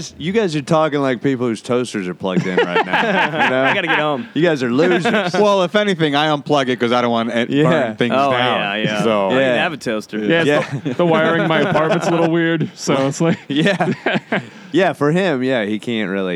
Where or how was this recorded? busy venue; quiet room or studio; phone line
busy venue